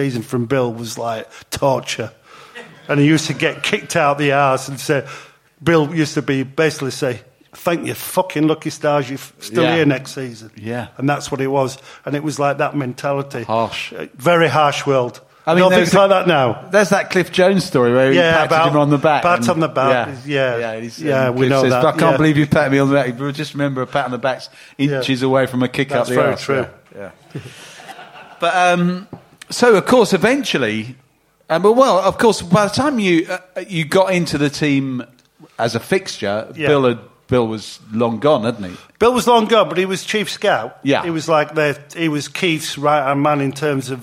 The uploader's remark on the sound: Recording live from the Albany on Great Portland St